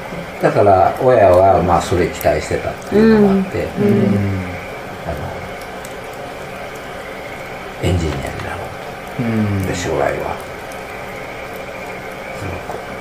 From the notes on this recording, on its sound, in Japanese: 高尾いろりの間にて。自宅の民家で、囲炉裏の火を囲みながら酒を飲み交わし、外の虫と蛙の大合唱、さらに雨が重なりワイルド感ただよう収録をお楽しみください〜。